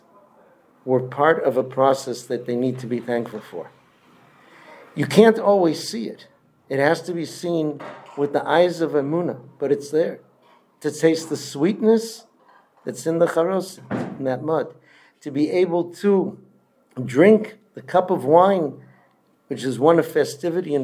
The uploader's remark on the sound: Delivered at Kehilat Ayelet HaShachar in Modiin